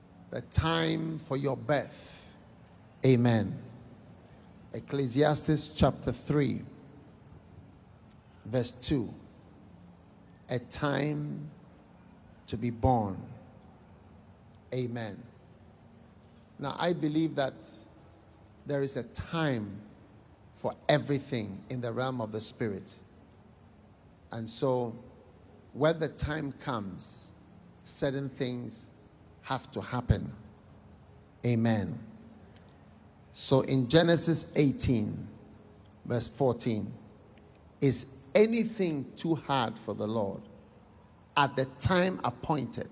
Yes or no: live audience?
yes